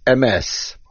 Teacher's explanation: The main accent of the word emes is on the mem. We do not say emes with the accent on the aleph.